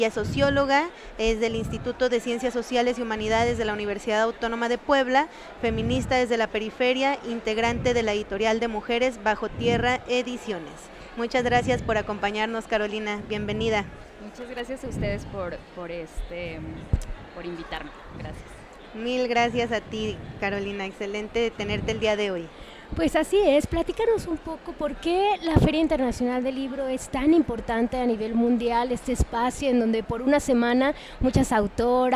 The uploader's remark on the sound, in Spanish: En vivo desde la Feria Internacional del Libro 2021.